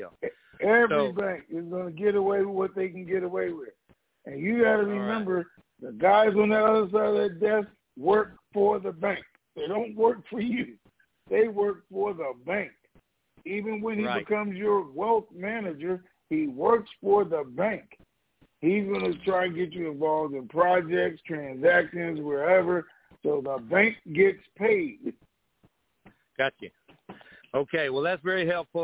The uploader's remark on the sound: TNTSuperfantastic Conference Call.